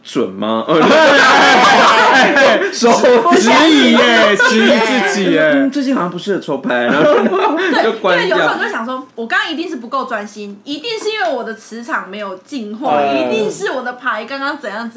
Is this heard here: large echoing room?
no